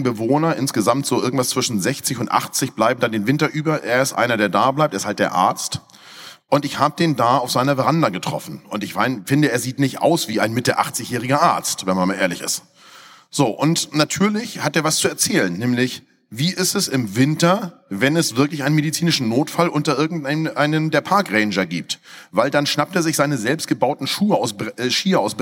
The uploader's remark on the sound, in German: auf der Container Stage der Photopia 2023